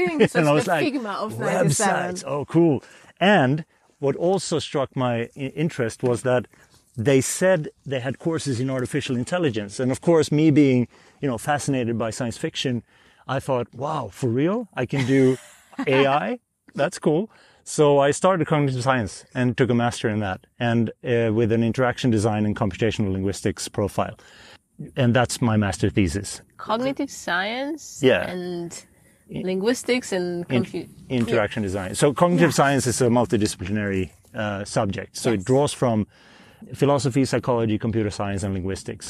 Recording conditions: outdoors